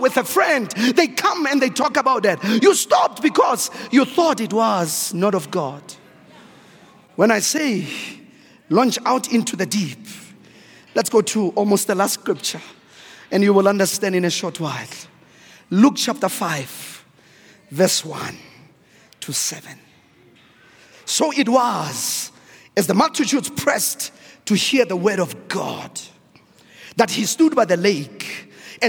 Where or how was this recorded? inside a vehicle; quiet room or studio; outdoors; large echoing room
large echoing room